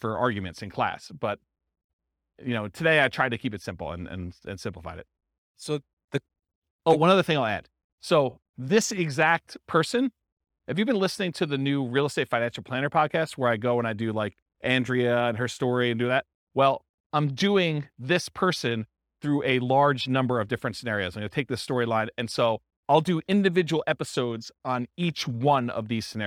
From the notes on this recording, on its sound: This was a live class recorded